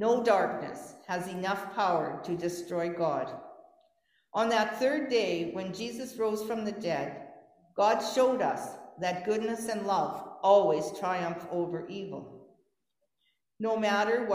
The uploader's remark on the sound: Gave this sermon in person and via Zoom.